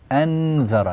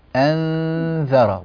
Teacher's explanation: نجد أن اللسان يكون عند مخرج الذال في حال الإخفاء · Shown in: second take · فلا تجعلي لسانك في محل النون، لأننا أسمع النون كأنها مظهرة، أنذر، لا أنذر، والنون هنا خفية مستورة غير ظاهرة.